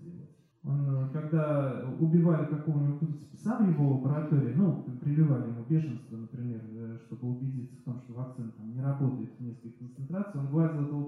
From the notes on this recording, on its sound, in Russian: Лекция в Доме культуры «Ясная Поляна».